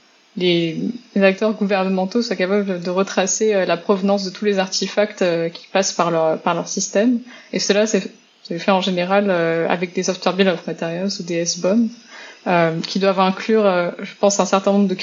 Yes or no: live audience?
no